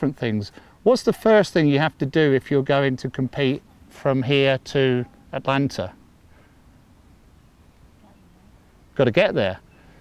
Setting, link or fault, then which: setting, outdoors